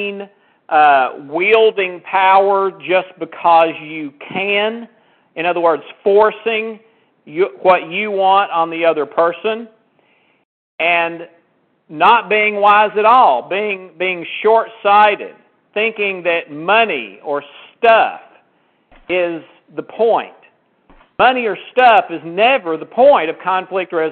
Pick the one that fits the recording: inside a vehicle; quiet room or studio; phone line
phone line